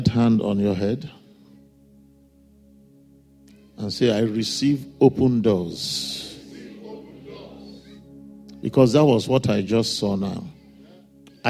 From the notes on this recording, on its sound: Father’s day Sunday Service message. A guest minister to RCCG – Fountain of Love, Aberdeen, UK.